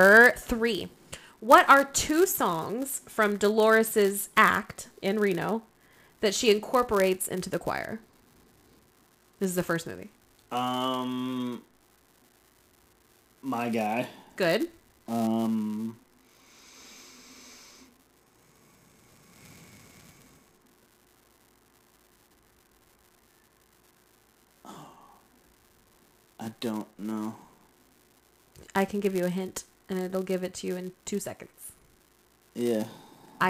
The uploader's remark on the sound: We apologize for the sound issues in this episode.